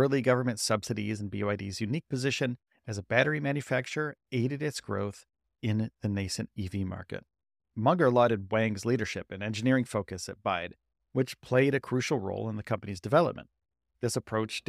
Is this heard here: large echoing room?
no